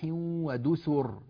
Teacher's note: دسر بضم السين مش بكسرها